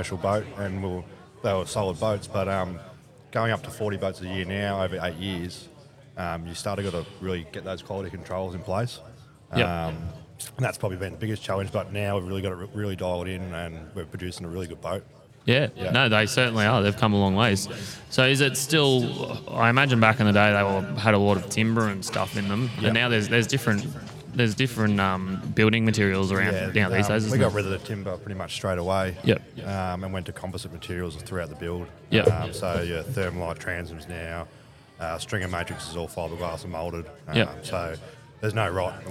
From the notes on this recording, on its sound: Edencraft Boats - Live from the Boat Show.